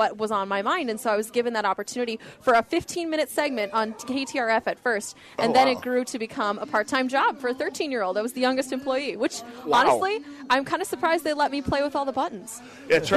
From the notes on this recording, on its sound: Hole For Heroes Live on Medicine Lake.